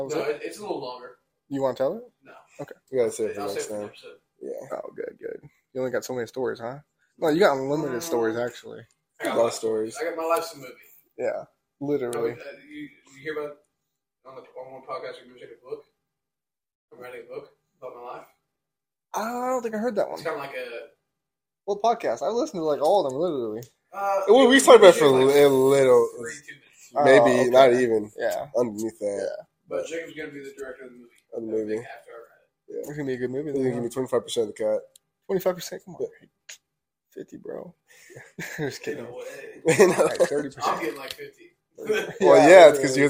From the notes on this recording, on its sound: So sorry for the audio quality guys, we tried to fix but could not.